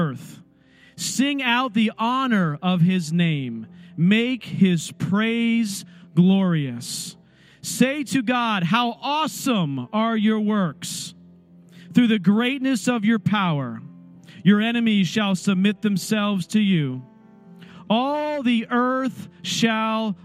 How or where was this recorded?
large echoing room